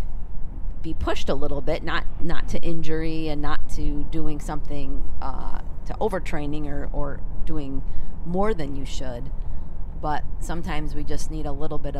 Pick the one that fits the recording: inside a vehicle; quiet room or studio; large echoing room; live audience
inside a vehicle